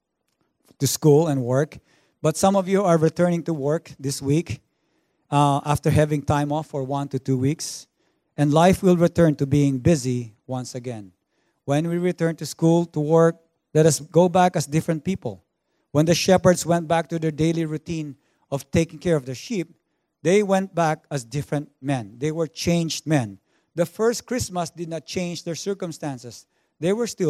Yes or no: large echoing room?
yes